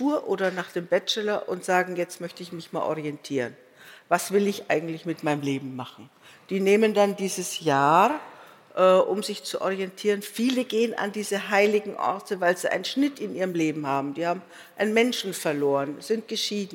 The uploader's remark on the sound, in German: vor dem Publikum unseres Podcast-Festivals